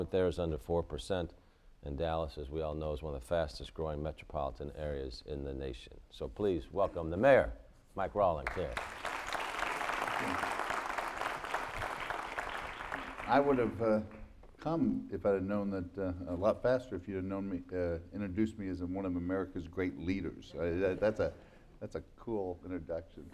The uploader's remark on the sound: Live on-stage interview. We also hear ideas for new public art from Idea Festival attendees.